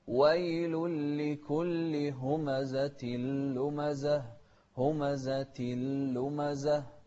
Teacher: انتبه للإدغام هني من غير غنة